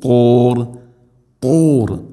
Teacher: ത്വ ഉച്ചരിക്കുമ്പോൾ നാവിൻ്റെ മധ്യഭാഗം അണ്ണാക്കിലേക്ക് ചേർന്ന് നിൽക്കണം. ഇത്തുബാഖ് എന്ന ഒരു സിഫത്ത് അതാണ്.